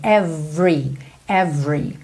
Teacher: every time você não pronuncia o E do meio da palavra every